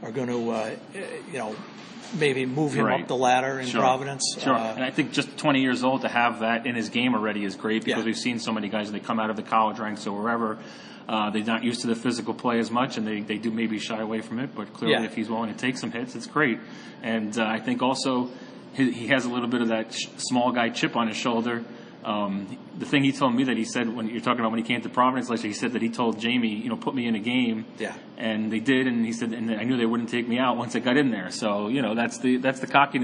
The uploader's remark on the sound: record from the Bruins practice rink at Warrior Ice in Brighton